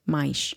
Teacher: I would pronounce the s as a sh, you know, as I just did, maish. But because I say it quicker or quickly, then the s is, in, is stuck in between vowels.